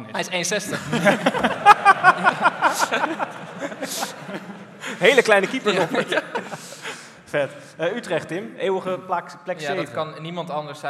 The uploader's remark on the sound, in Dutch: En dit gebeurt allemaal live vanuit theater Tivoli, voor een uitzinnige menigte.